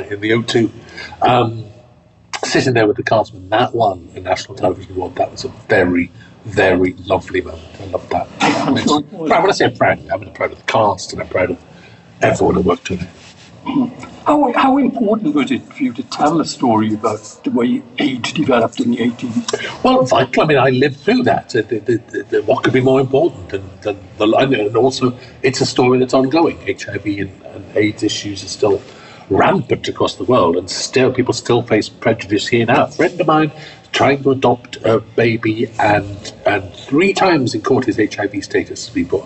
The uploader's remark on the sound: backstage at the Iris Film Festival